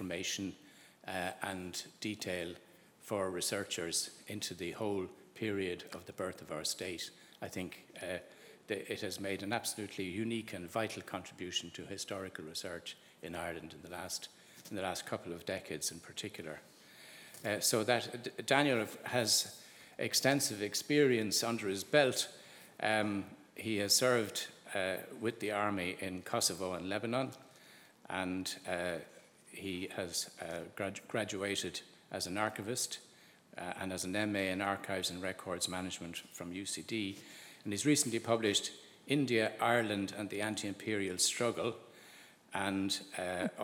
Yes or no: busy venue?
yes